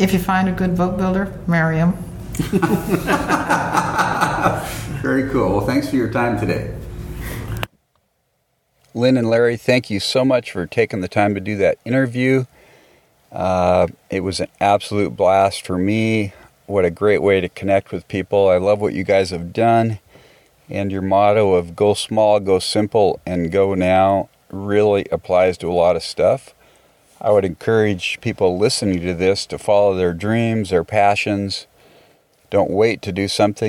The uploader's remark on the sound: while at the Port Townsend Wooden Boat Festival